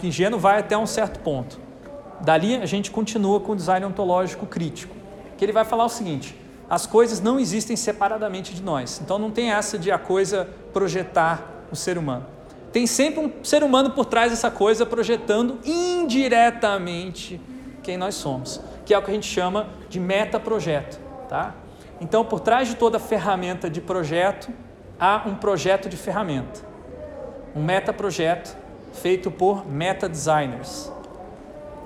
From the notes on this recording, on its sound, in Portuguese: Aula gravada na disciplina Projetos para Pessoas do Bacharelado em Design da UTFPR